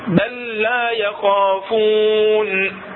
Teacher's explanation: لام واحدة مشددة من جنس اللام الثانية